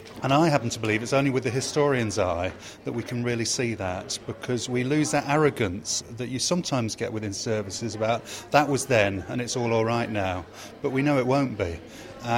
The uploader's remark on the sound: recorded at the Social History of Learning Disability Conference in July 2009